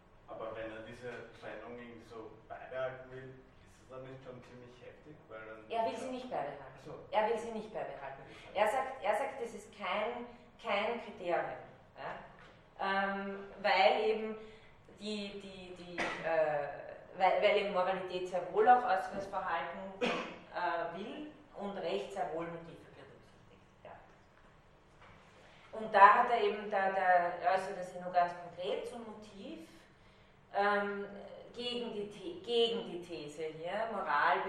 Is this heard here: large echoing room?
yes